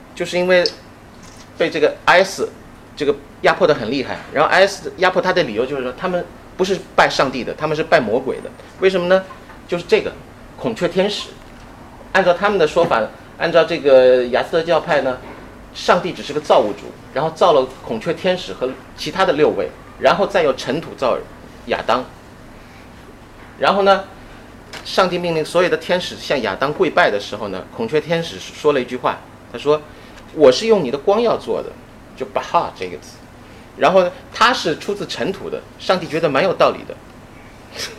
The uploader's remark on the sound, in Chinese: 本系列音频是由“复兴论坛”系列讲座录音整理而成